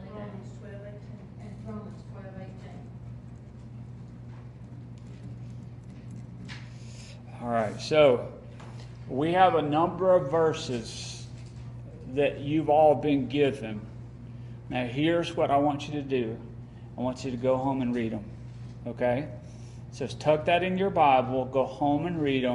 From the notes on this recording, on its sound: Remainder is recorded at Friendship Baptist Church on August 24, 2022.